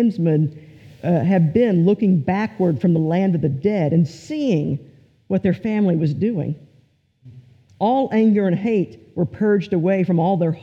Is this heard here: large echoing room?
yes